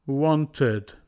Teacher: We do not include regular verbs ending with t or d here because their endings have an extra syllable with a schwa sound rather than forming blends